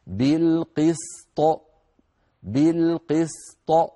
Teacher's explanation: أيضا في الآية 30 وقفنا على قوله تعالى في الآية 29 قل أمر ربي بالقسط، وقفنا عليها، اجتمع في هذه الكلمة لما وقفنا عليها حرفان ساكنان، السين ساكنة والطاء سكنت من أجل الوقف، والطاء إن سكنت فهي من حروف قطب جد، يعني من حروف القلقلة، فلا بد من قلقلتها مع بقاء السين صحيحة هكذا. بالقسط، بالقسط، فنعطي السين حقها من الرخاوة والصفير والمخرج، ونعطي الطاء حقها أيضا من المخرج والصفات، وعلى رأس الصفات القلقلة بدون تكلف، بدون تكلف هكذا.